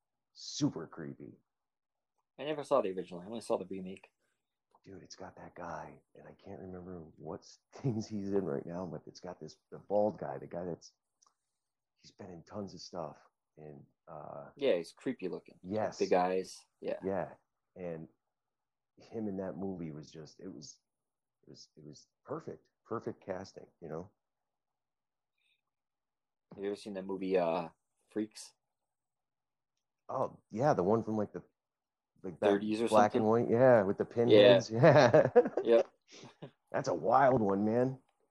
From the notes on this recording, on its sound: This episode will sound a bit different. I am recording remotely with a friend back home.